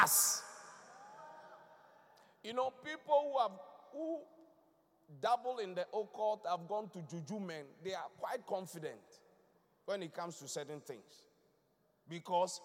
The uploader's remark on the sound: Preached at the Qodesh